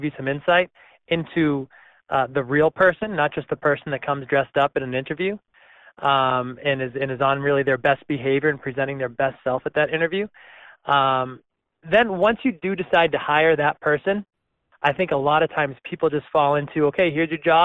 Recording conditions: phone line